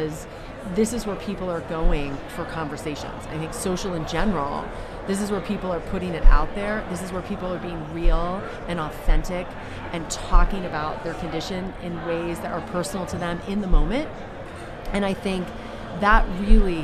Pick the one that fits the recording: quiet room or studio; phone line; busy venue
busy venue